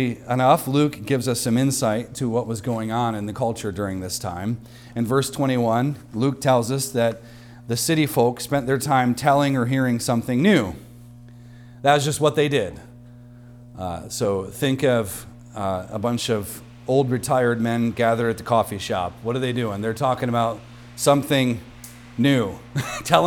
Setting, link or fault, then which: setting, large echoing room